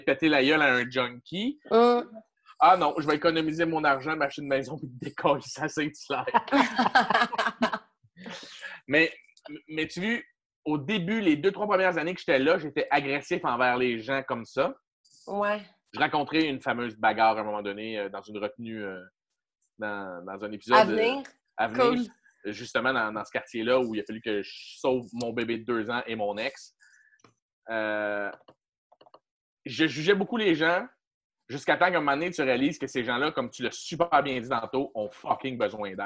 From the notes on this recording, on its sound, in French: La classe a eu lieue sur Zoom, en vidéoconférence.